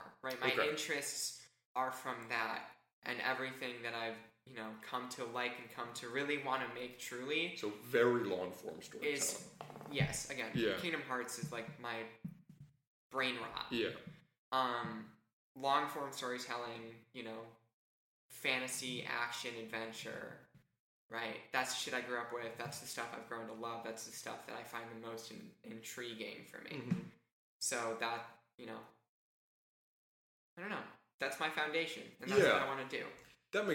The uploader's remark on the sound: Due to scheduling, I had to go on the road to meet her, so apologies for any dip in audio quality.